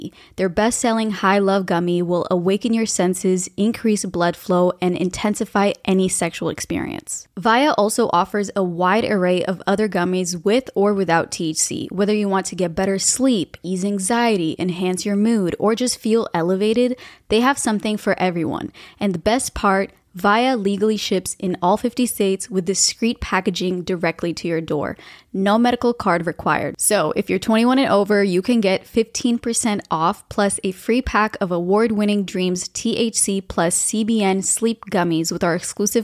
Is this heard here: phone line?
no